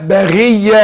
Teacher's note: الغين مكسورة برضو هتاخد أدنى درجات تفخيم